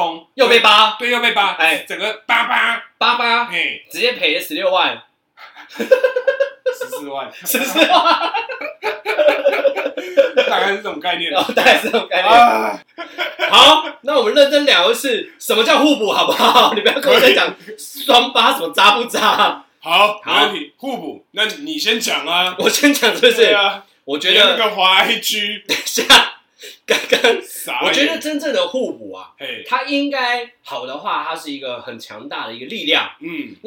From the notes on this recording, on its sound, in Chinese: 本集於配備升級之前錄製的, 聲音上需要大家的體諒